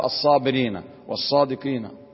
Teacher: الصابرين والصادقين اللام فيهما لام شمسية مدغمة